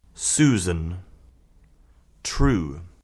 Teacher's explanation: U-kirjain ääntyy usein pitkänä, ikään kuin suomen uun ja yyn välimuotona.